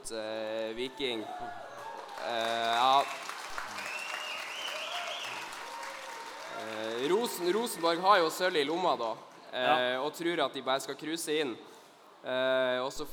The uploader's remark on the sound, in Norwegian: LIVE podkast fra sølvfesten i Svømmehallen Scene. Under sølvfesten holdt vi en live podkast foran de oppmøtte supporterne som var klare til å ta imot og hylle Glimt-gutta.